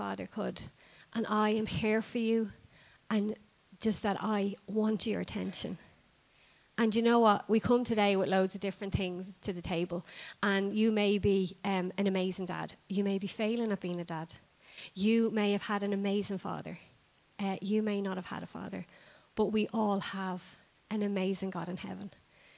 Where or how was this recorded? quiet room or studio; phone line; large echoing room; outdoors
large echoing room